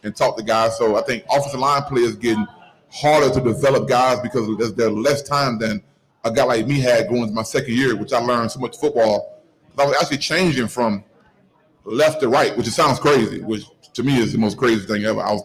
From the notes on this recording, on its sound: live from the Holy Grail down at the Banks